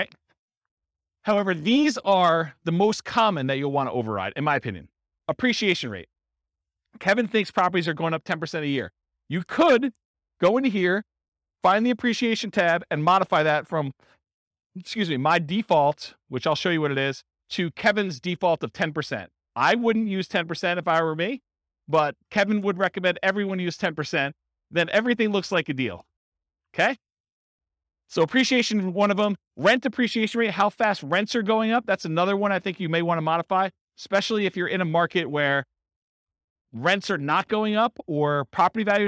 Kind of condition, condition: setting, live audience